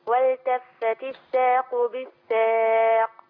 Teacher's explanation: والقاف من حروف القلقلة وسكنت سكونا عارضا فلينا فيها المرتبة الوسطى في القلقلة